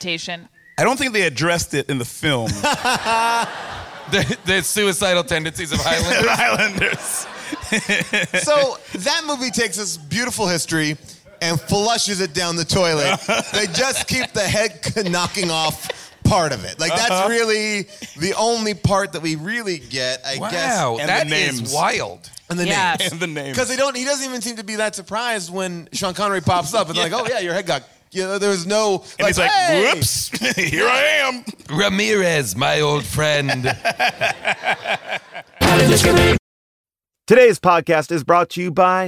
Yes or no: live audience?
yes